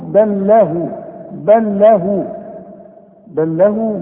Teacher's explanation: هناخد اللامات فيما بعد عشان نعرف حكم اللام لكن اذا وصلنا تدي اللام دي سكنة بنشبكها مع اللام الثانية بتدغم بتبقى لام واحدة